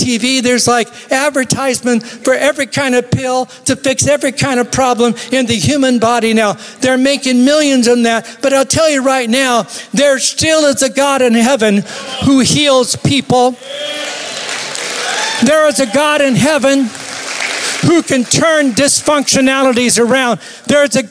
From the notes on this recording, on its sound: Recorded live at Capital Church in Meridian, Idaho